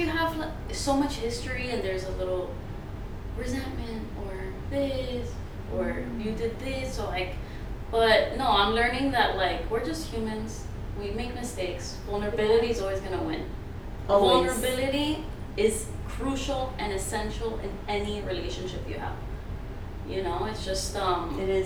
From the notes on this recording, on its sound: This was recorded pre-microphones